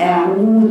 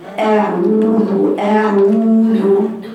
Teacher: بفتح الهمزة وأضم العين كله